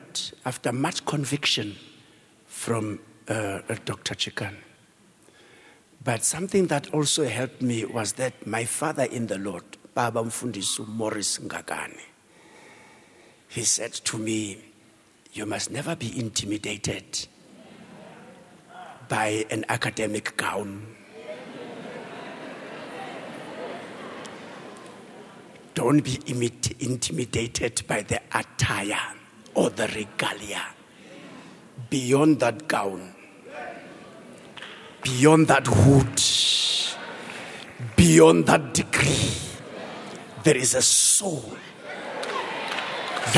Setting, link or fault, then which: setting, live audience